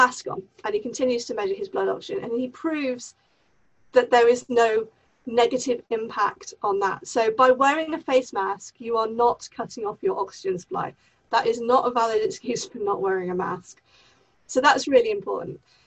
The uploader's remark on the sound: Pandemic Zoom Special